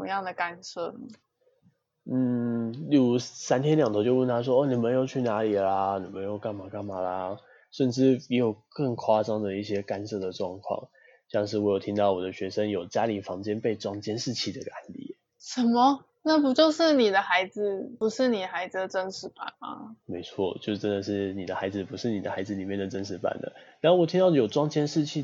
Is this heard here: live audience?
no